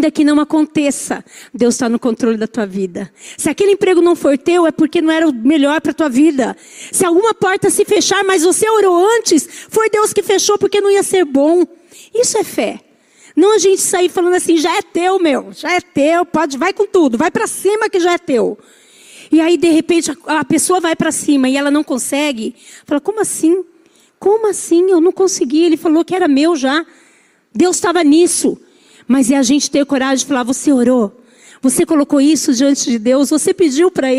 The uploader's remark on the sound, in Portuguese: Culto ao vivo.